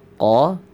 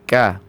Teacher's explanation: Yang satu isti'la, yang satu istifal. Yang satu terangkat lidahnya, yang satu turun lidahnya.